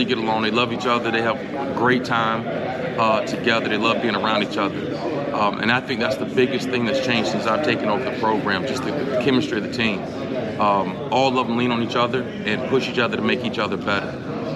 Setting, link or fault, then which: setting, busy venue